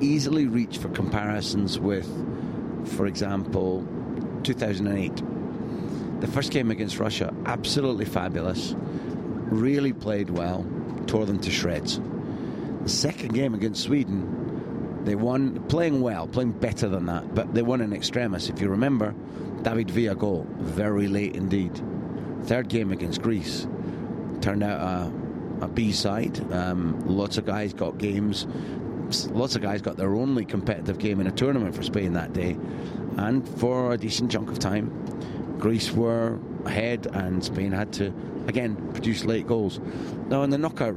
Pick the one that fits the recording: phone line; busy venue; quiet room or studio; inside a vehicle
inside a vehicle